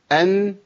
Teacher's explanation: من طرف اللسان مع ما بعد أصول الثنايا · Term: النون